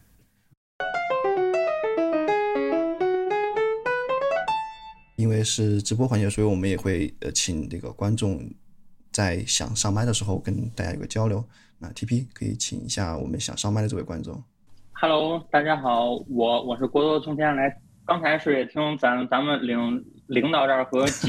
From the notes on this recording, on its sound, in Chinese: 本期节目是我们在 B 站举办的在线沙龙的直播录音。也是一次少数派内部关于商业模式的座谈会。